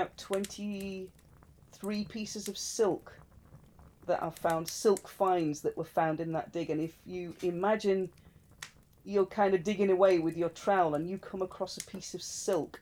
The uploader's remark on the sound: Background fire ambience